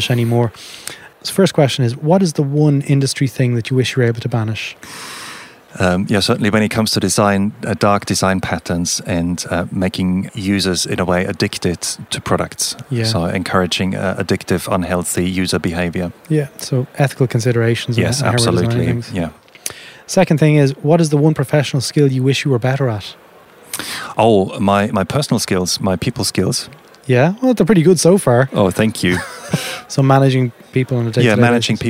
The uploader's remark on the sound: Whilst at the Leading the Product Conference in Stockholm